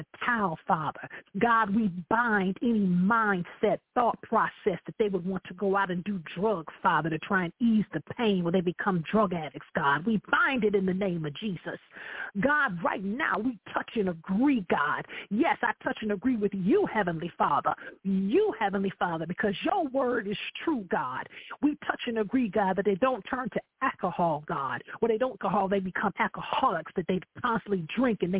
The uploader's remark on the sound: I welcome live callers to dial. Any Imprudent calls will instantly be disconnected.